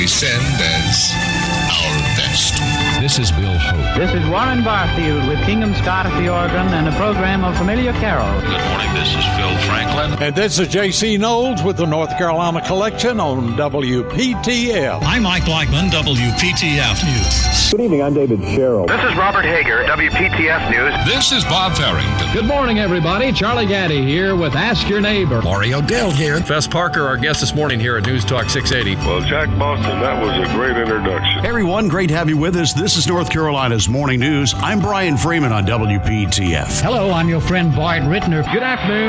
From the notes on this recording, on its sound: broadcasting live from Hand Picked Nursery